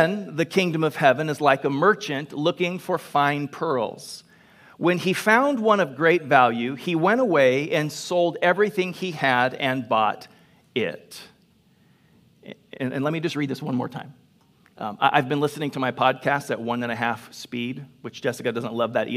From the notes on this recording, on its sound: Delivered on 12 September 2021 at Grace Church of La Verne. Delivered on 12 September 2021 at Grace Church of La Verne.